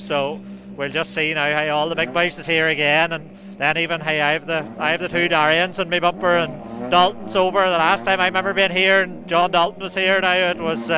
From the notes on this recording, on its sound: Live from West Cork on Friday evening